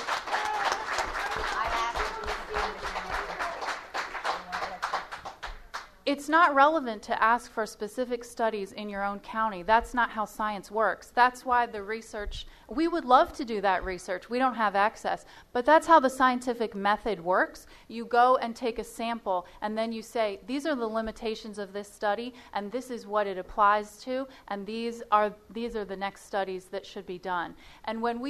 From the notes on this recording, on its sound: Sound Bites: Town Hall. You will hear the broadcast of Part 2 of a town hall I moderated a few weeks ago in Salisbury.